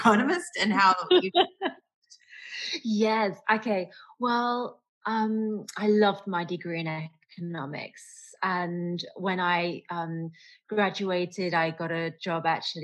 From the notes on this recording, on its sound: has a Zoom chat